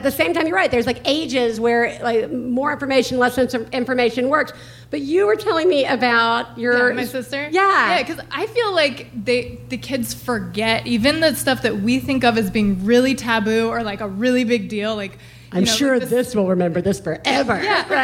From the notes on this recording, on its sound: One Bad Mother is live from the Bootleg Theater in Los Angeles this week